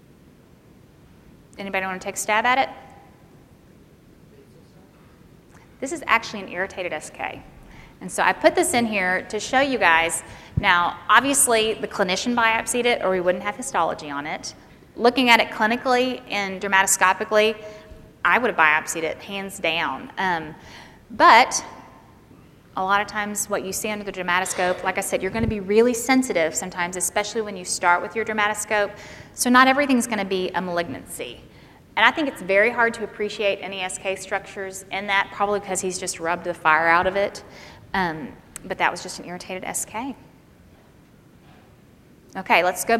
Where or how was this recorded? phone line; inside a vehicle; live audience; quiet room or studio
live audience